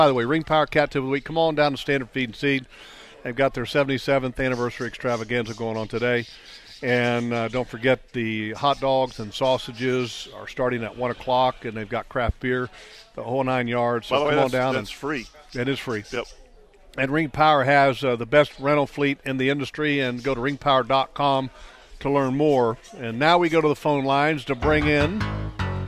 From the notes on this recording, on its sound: LIVE from Standard Feed and Seed. They weren’t at the studio…they were live at Standard Feed and Seed in downtown Jacksonville (1236 Kings Rd) for their 77th Annual Extravaganza!